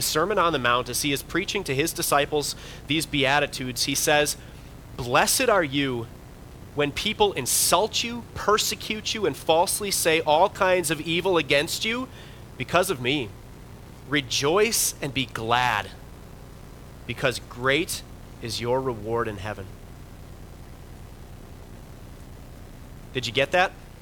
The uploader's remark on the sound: Bethany, Appleton, WI. Preached this sermon at Bethany's Saturday worship.